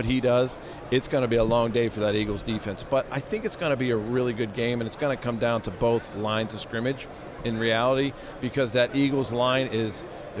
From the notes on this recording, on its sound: Extra Point live from Super Bowl Radio Row.